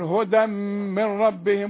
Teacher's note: عند الوصل ادغم التنوين اللي هو هدى في الميم، تقول هدى من ربهم.